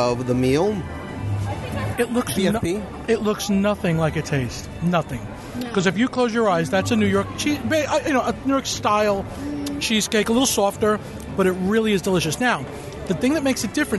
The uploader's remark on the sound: Travel with me to Pandora - The World of Avatar in Disney’s Animal Kingdom and join me around the table for a LIVE restaurant review of the Satu’li Canteen.